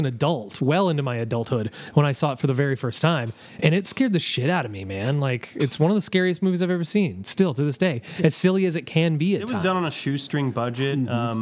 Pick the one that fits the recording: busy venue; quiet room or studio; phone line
busy venue